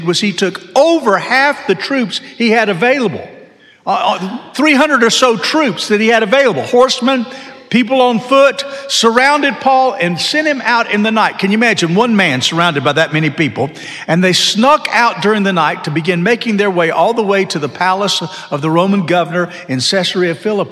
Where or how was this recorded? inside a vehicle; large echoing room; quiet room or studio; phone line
large echoing room